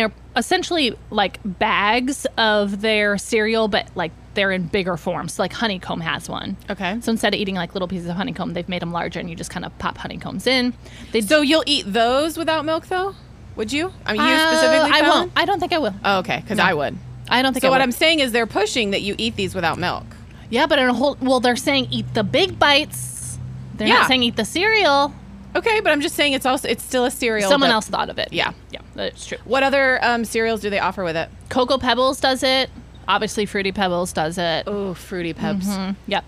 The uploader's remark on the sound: We are coming to you LIVE from Wanna Spoon Cereal Bar in Nashville, TN! We recorded on location, in the wild, on set to talk all things cereal and what better place to do that than a whole restaurant. Special thanks to our friends at Wanna Spoon Cereal Bar for letting us record on the patio with bowls of cereal in our hands!